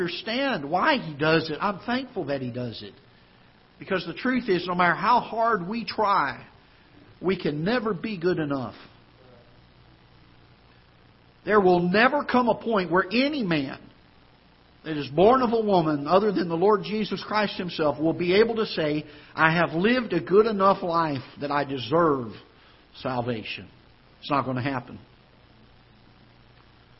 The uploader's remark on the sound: Ketha Heights Baptist Church ~ Live Broadcast